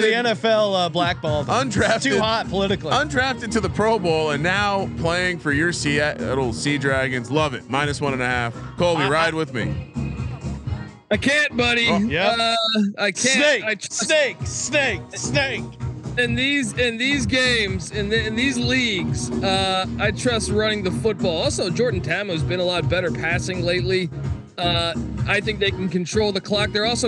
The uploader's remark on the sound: They're joined remotely by the host of the XFL Gambling Podcast.